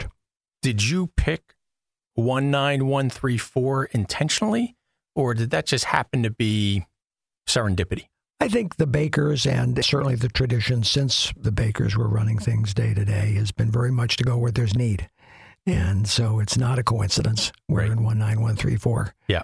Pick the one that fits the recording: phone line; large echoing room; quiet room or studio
quiet room or studio